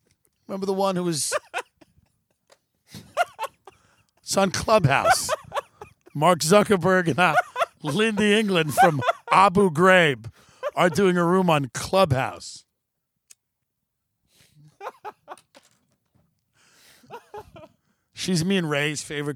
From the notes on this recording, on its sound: Live from hill country. Broadcasts outdoors.